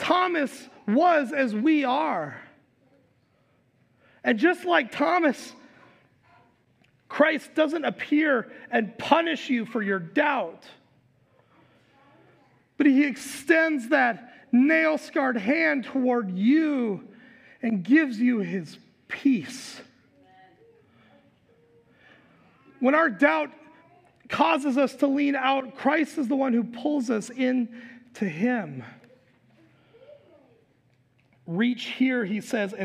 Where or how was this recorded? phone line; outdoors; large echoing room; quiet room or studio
large echoing room